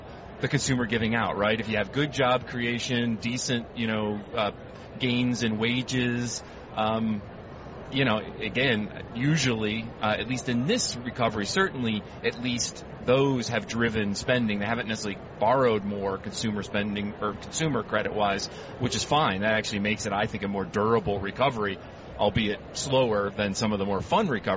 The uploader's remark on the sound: Live from the 2016 US Tennis Open.